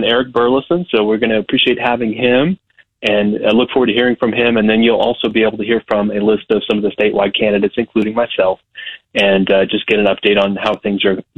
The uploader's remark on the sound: calls in from the Newton County Bean Feed